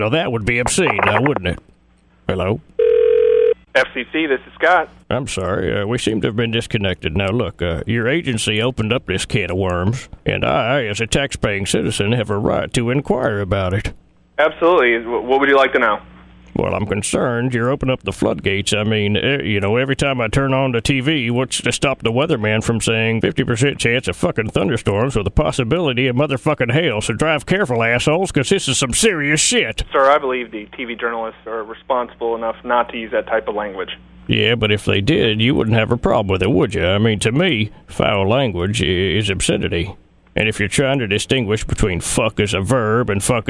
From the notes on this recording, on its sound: RBCP's Personal Prank Phone Calls Collection